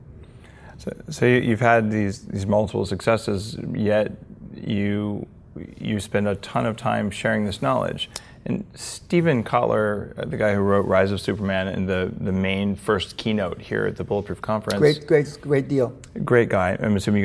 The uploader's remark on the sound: This is a special in-person interview shot live from the 2014 Bulletproof Conference!